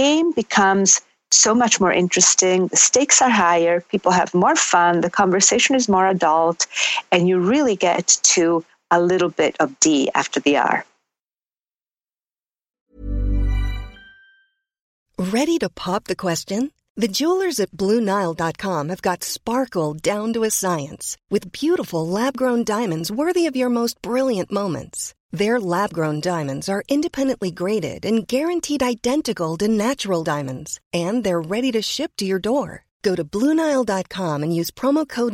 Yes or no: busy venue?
no